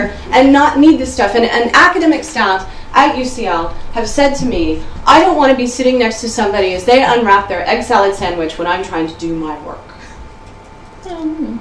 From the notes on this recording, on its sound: Speaks at the SRHE Digital University Network event The digital and the material: mapping contemporary student practices.